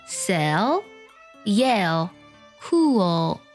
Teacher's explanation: 舌尖呢是抵在你的上牙龈的，气流是从舌头两侧出来的 · Term: 舌侧音